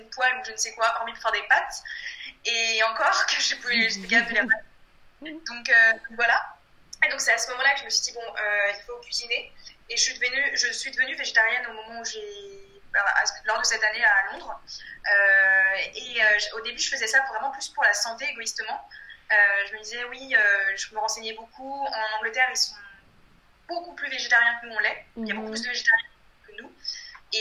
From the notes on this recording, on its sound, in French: En raison de la situation actuelle, j’ai enregistré il y a quelques jours mon premier épisode en vidéo conférence.